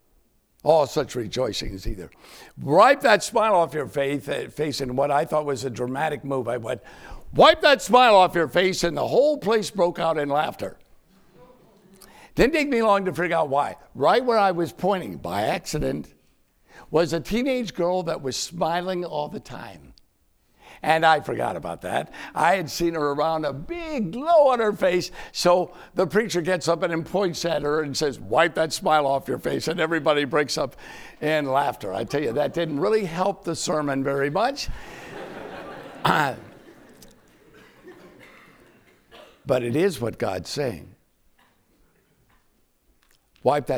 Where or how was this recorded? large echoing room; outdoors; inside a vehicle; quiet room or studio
large echoing room